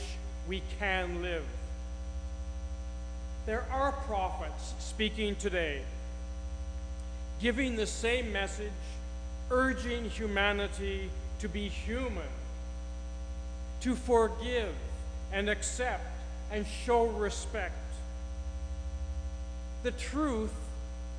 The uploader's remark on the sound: the audio quality of this week’s podcast contains a buzz, due to microphone issues